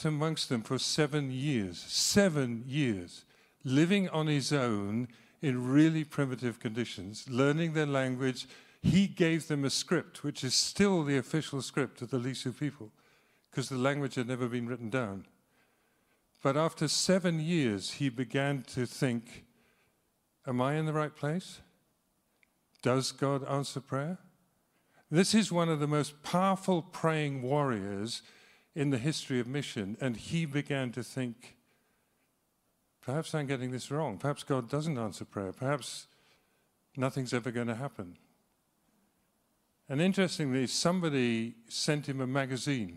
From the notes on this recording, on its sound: speaks live at Trinity Cheltenham